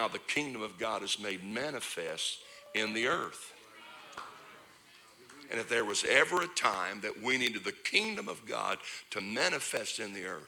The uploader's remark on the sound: This is the Thursday night service of Turning Point Conference.